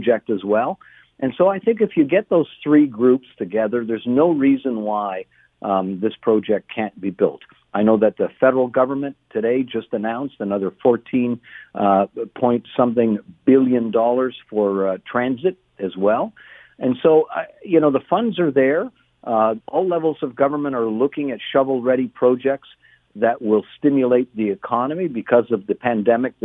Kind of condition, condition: link, phone line